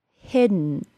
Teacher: I stop the air as normal for the D sound, but I don't release it normally. Instead, I move immediately into the N sound. · the D sound is released out our nose instead of our mouth. That is called a nasal plosion.